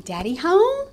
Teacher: you're going to hear that prosody rise, that intonation go up they're not really using a question word.